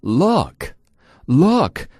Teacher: 舌位和上颚中间有很大的一个空间，所以我们在发 look 的时候，舌头可能会向后有那么一点点缩动的感觉